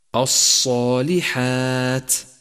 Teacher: رابعا تأمل كلمة الصالحات الصالحات، ولاحظ تتالي الترقيق والتفخيم فيها، فالصاد مفخمة والألف تتبعها في التفخيم، واللام والحاء حرفان مرققان، والألف مرققة بعد الحاء، والتاء مرققة أيضا، أي هكذا الصالحات.